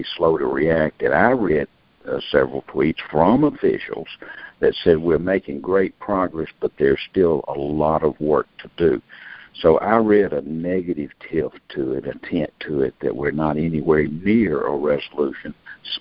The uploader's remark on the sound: Monthly Conference Call